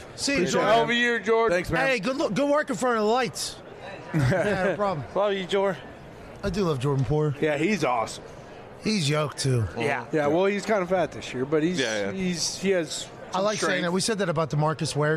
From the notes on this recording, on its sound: LIVE from radio row in BEAUTIFUL Phoenix Arizona, kicking off the Super Bowl week Friday!